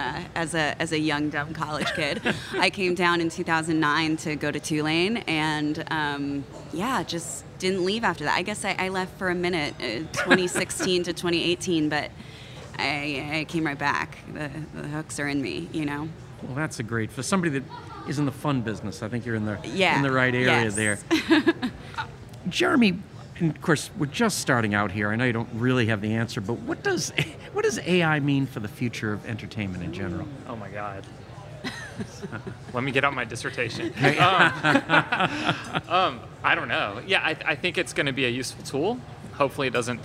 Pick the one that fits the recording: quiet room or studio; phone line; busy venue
busy venue